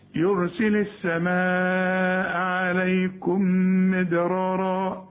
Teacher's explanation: السماء مدها اربع حركات وعليكم في ميم وبعدها ميم عليكم مدرارا الدال بقى قلقلها ورققها